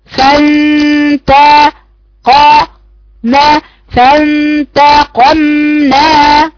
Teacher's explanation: صوت الحرف المفتوح متصاعد لأعلى، ما نزلش فيه اي ما لا يختلط بصوت الياء ابدا